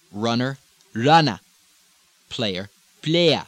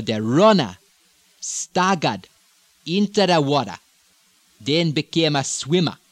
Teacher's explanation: Very easy ER drop, similar to British in all of this.